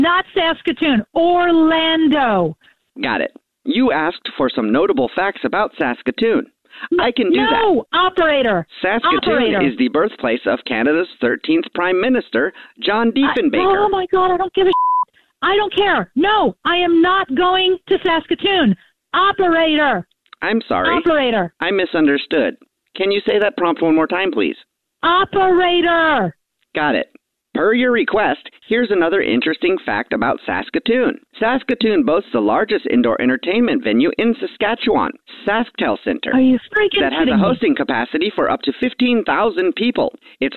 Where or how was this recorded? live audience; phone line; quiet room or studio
phone line